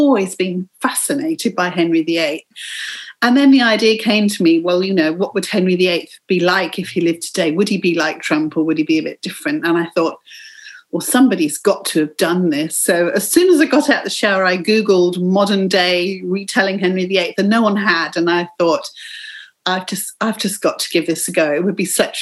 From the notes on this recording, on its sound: This is a real novelty because you're in Auckland, in the same city as me. We are both back in a very short lockdown. We're stuck at home in a Zoom chat.